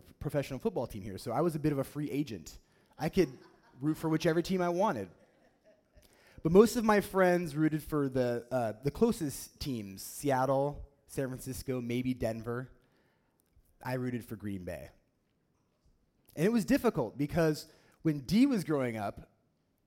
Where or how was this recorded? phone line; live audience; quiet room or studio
live audience